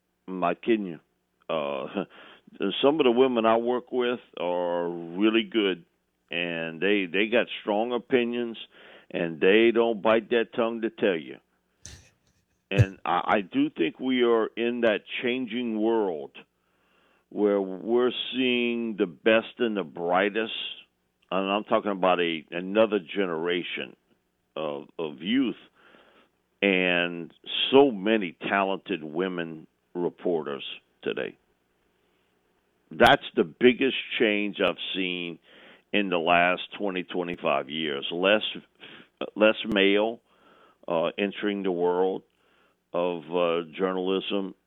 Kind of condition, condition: link, phone line